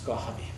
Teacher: an F would often become an HV